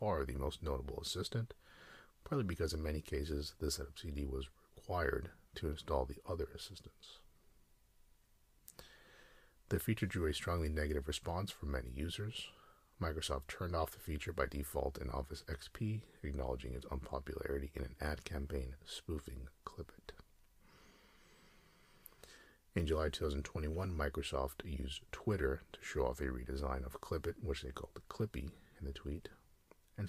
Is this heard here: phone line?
no